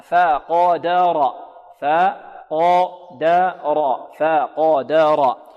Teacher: إذا رققنا الفاء نحذر من إمالة فتحتها وكذلك الدال · Term: مرققة